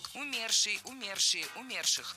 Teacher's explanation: В этом слове ударение должно падать на второй слог